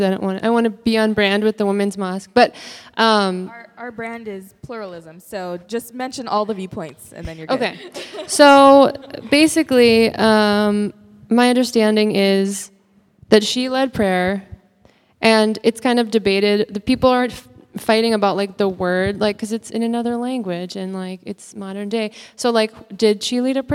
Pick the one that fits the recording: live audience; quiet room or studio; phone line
live audience